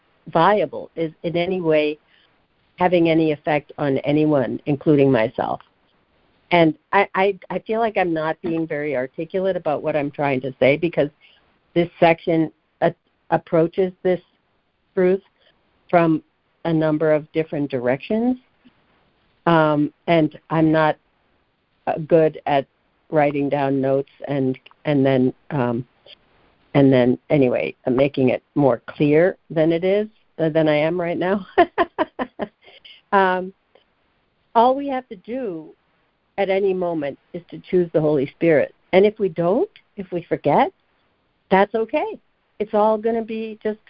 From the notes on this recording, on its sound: ACIM Daily Conference Call